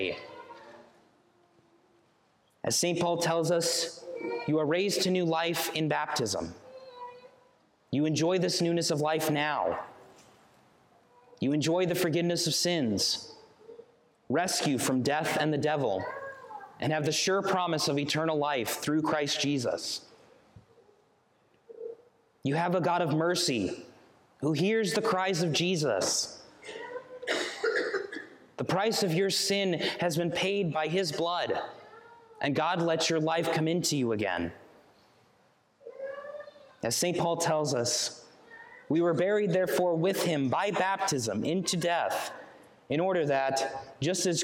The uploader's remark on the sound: Sermon preached on September 24, 2023